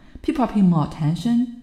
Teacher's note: 升起来啊，句子还没有说完，不要降下去